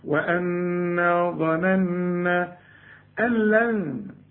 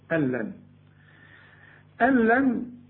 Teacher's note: النون اللي بعدها لام الغيها او دخلها في اللام وما تبانش، العلماء بيسموه إدغام كامل بدون غنة، ألن يعني شبك للهمزة مع اللام على طول، ألن ألن.